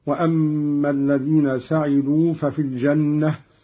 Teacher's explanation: قرأ قالون بفتح السين بالبناء للمعلوم هكذا.